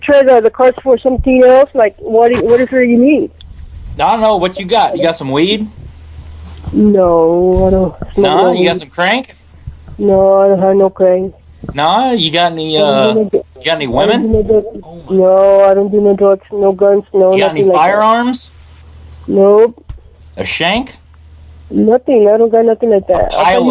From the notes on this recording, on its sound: RBCP's Personal Prank Phone Calls Collection